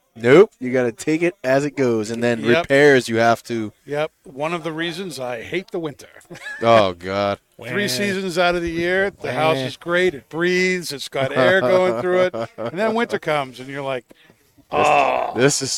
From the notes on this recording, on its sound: Recorded live from the 7-20-4 Lounge!